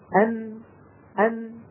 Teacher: طرف اللسان يقرع ما يحاذيه من غار الحنك الأعلى · Term: النون